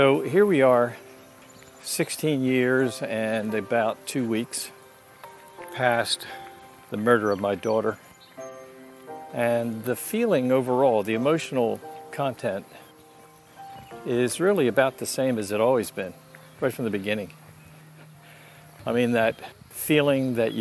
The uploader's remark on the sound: I felt like taking a walk and recording my thoughts around the time of the sixteenth anniversary of my daughter's death by dating violence.